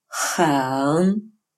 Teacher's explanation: это русский звук «х», но более напряженный